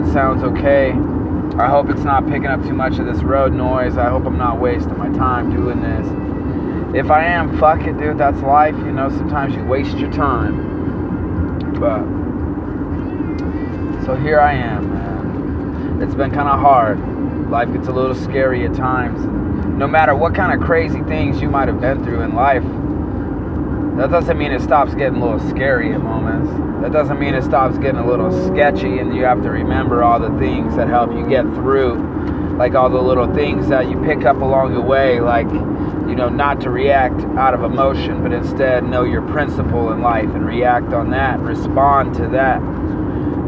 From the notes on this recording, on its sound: Please excuse the road noise.